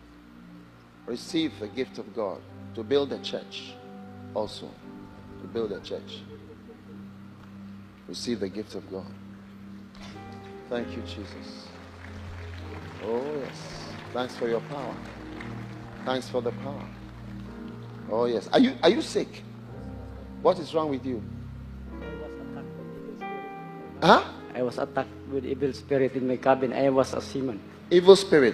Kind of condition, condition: setting, large echoing room